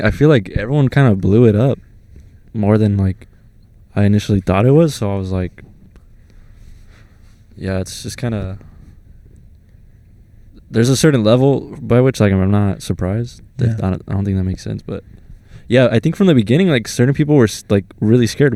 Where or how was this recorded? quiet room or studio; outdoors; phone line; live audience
outdoors